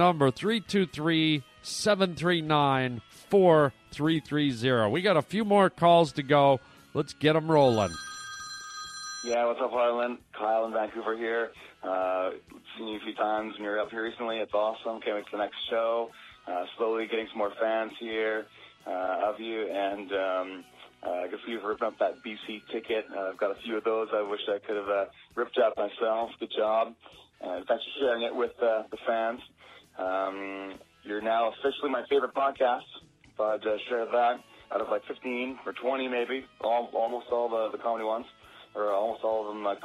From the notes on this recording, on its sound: Phone calls from YOU guys, the Pavement Pounders! Today we play a bunch of great phone messages from some of our listeners.